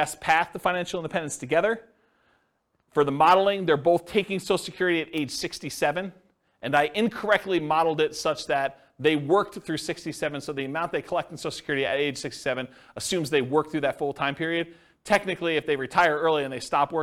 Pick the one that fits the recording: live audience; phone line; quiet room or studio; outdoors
live audience